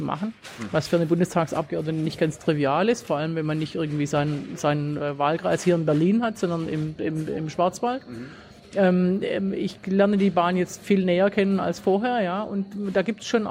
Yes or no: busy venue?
yes